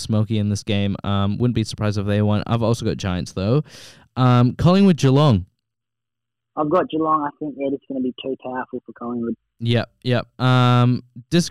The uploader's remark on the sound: From the telephone to avoid that nasty bug thats floating around.